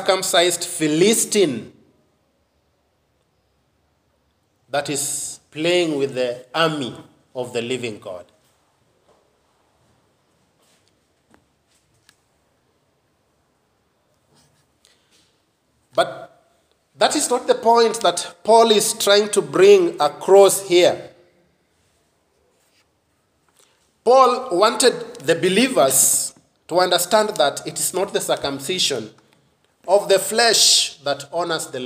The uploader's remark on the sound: preached God's word to Bethesda Baptist Church Nyeri